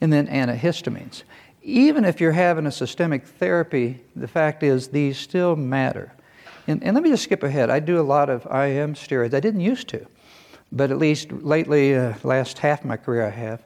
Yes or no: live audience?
yes